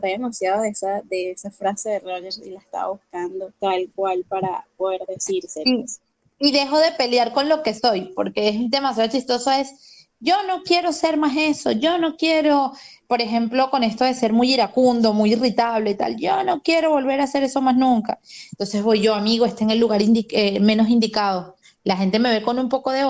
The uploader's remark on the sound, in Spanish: Un episodio que fue grabado vía un VoiceChat de Telegram.